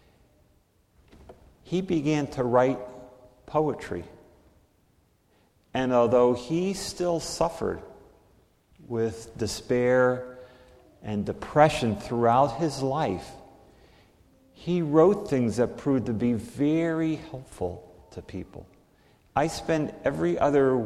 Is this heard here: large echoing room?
yes